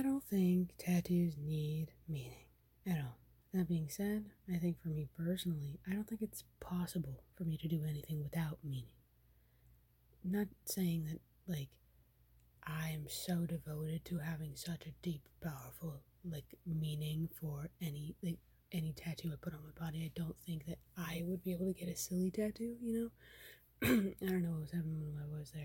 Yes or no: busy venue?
no